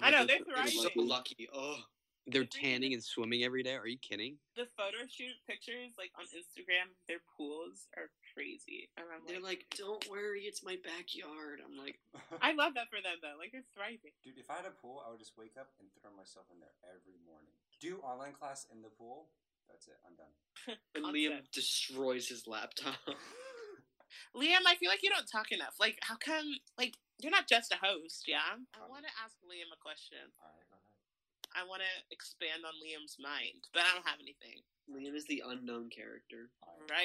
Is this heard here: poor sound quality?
yes